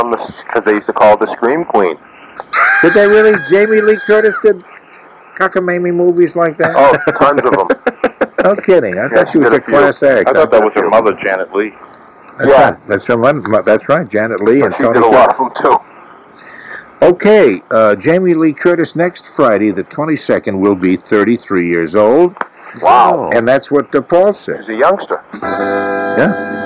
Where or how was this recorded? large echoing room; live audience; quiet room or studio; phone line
phone line